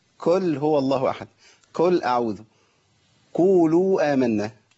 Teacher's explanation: الخطا اللي سمعته النهارده ويمكن ما علقتش عليه هو ضم القاف في قل. مش تحقيق الضم بقى، ابدال القاف بكاف